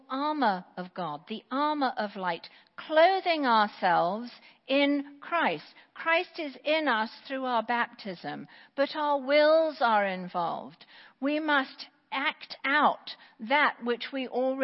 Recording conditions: large echoing room